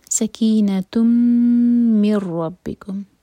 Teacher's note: سکینہ تم من ربکم، نون نون ہے وہ ایمٹی ہے، اس کے بعد روا پر شدہ، تو ادغام بغیر غنہ کا، یہاں پر نون کی آواز بالکل نہیں آئے گی. میم کو رو سے جوڑیں گے.